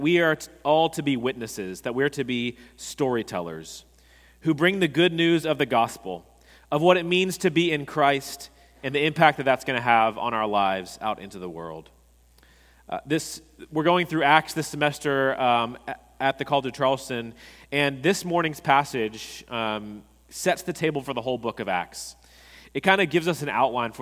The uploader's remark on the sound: At Redeemer Presbyterian Church in Charleston, SC, we enjoyed a sermon